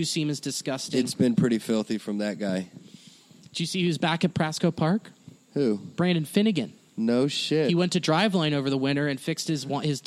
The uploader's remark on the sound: Live From the Go Bananas Parking Lot